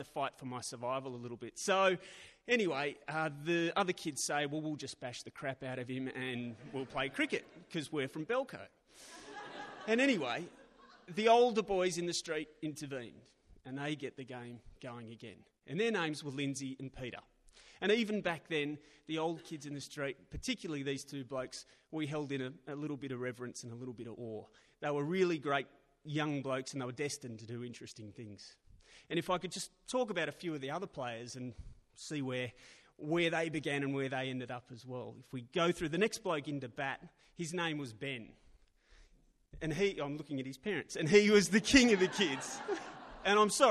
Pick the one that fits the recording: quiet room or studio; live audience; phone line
live audience